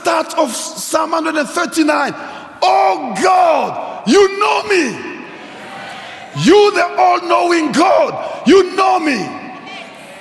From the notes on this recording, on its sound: preached at Grace Bible Church Pimville